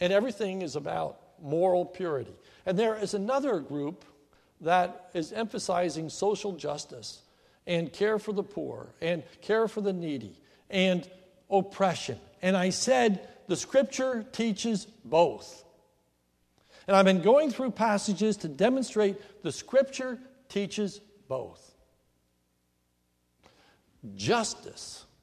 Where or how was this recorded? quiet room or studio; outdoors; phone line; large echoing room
large echoing room